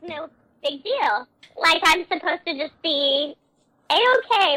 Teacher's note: She's doing lazy talking and vocal fry, which I can't stand.